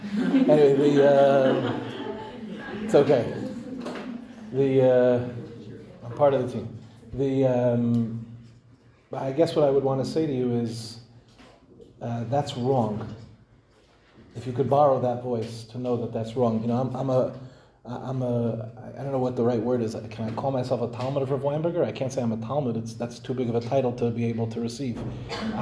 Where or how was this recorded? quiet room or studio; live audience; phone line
live audience